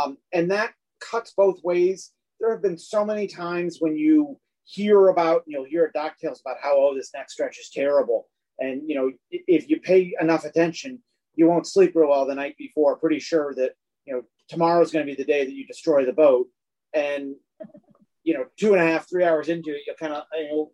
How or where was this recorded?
video call